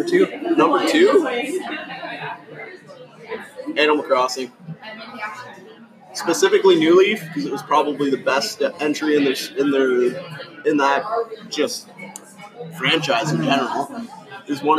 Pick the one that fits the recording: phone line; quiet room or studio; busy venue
busy venue